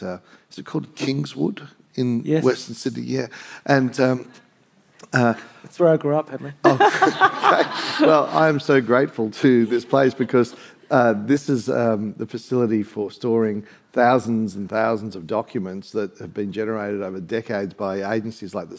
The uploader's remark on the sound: On stage with the Schwartz Media’s 7am host. This episode was recorded live at the 2023 Sydney Writers’ Festival.